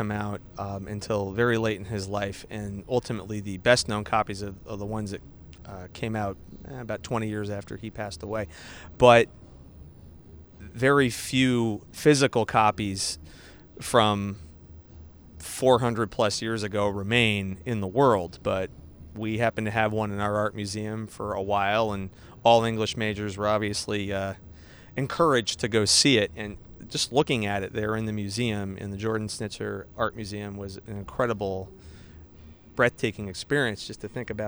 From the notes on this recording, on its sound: Live from the Road: On a sidewalk in San Francisco